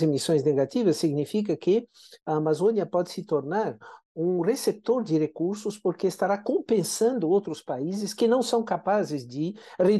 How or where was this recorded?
video call